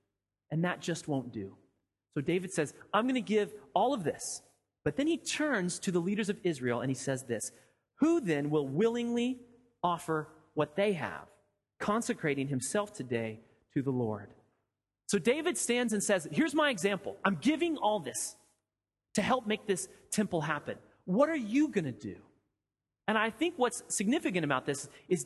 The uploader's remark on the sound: Sermon audio from FIBC Copenhagen